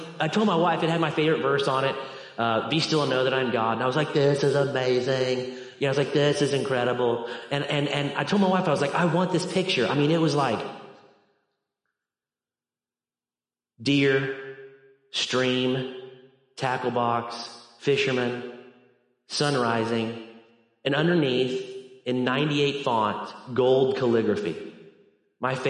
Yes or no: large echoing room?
yes